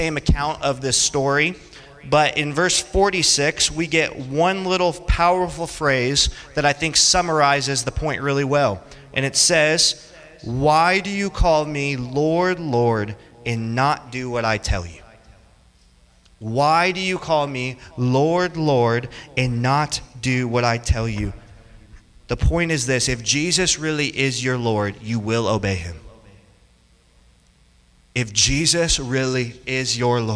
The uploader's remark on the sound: Teaches a group of college students about three realities concerning the Lordship of Christ. This sermon was preached on June 19th, 2023 in Orlando, Florida.